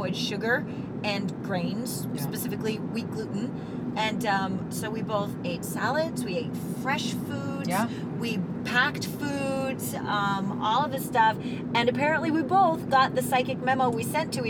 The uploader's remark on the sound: This is the post-convention roadtrip record. Listen as we stop for ice cream, fast food (in that order), and possibly catch a couple in another car...